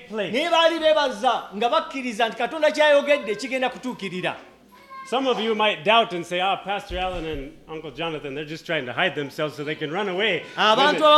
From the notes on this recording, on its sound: at Lubumba Community Church on Sunday, November 5 2023.